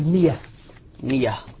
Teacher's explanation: لاحظ الهمزة مفتوحة قبلها كسر يبدلها ياء · Term: ياء مبدلة من الهمزة